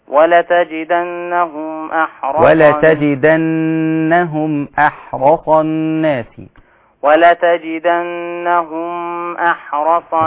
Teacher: مفيش غنة ميم ساكنة بعديها همزة